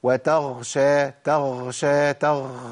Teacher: النفس اللي طالع مع الغين ده بيبدلها بخاء على طول. يعني مهم ان انا اخد بالي من موضوع النفس ده.